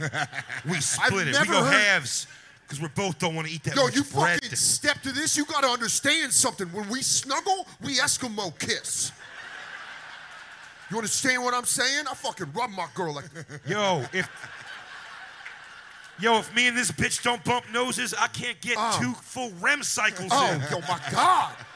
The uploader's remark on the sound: Skankfire Live from Skankfest South. Skankfire goes live from Skankfest South in Houston, Texas.